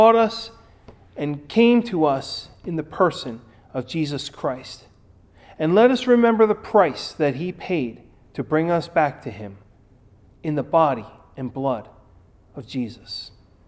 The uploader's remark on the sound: Recorded at Ebenezer UMC